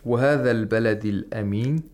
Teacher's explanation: In this verse, we had all the letters were letters of istifal. All of the letters should be pronounced with tarqiq in this verse.